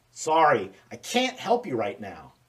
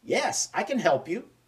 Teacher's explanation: Can't is often stressed, can is often unstressed.